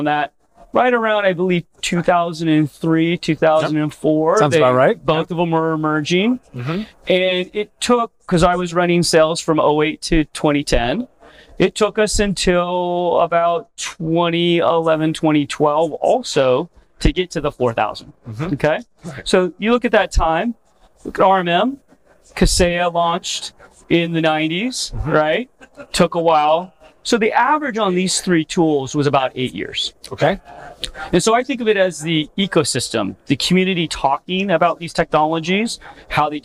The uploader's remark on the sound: This was recorded at IT Nation Connect 2023.